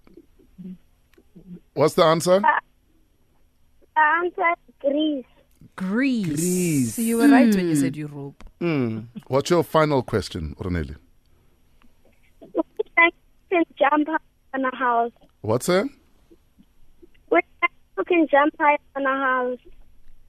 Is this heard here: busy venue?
no